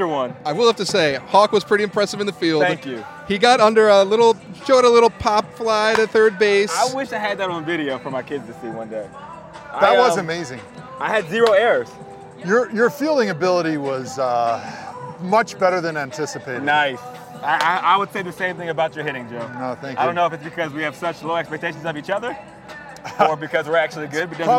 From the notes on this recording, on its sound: live at the Cleveland Indians game